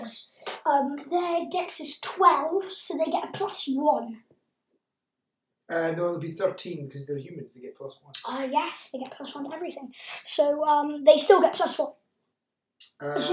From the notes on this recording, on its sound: sorry if the audio is a bit naff it's the best we have